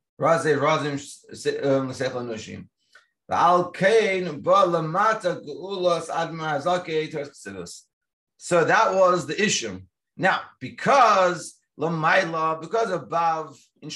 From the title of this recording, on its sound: Daily Zoom Shiur